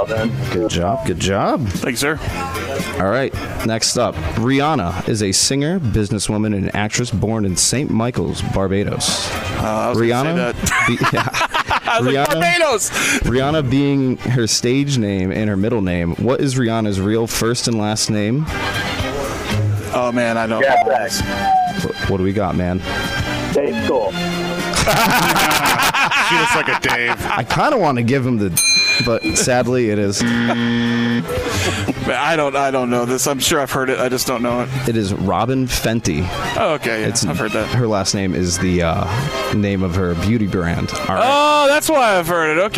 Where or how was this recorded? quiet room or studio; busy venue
busy venue